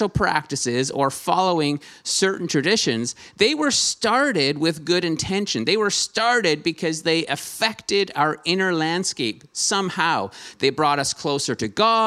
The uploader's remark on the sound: Streamed on November 7, 2021 at THRIVE Church Vancouver, Canada. Church Online is a community based in Greater Vancouver Area.